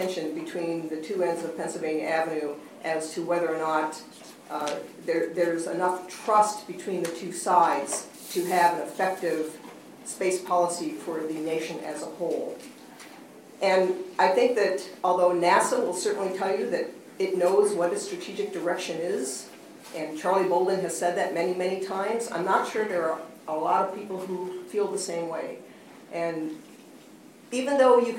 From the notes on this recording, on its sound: Secure World Foundation held a luncheon panel discussion